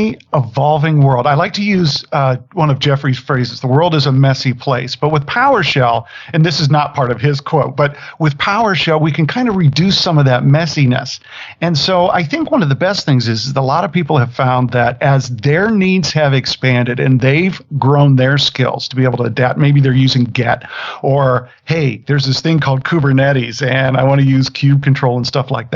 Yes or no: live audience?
no